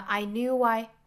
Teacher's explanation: I knew why 应该加一个小小的 w